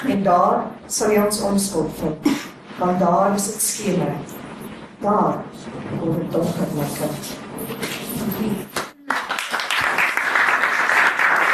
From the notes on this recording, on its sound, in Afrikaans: Ons vra om verskoning vir die kwaliteit van die opname